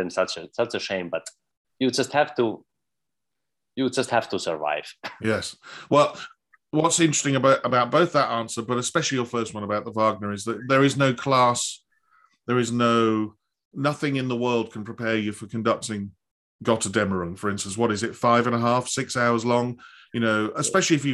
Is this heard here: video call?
yes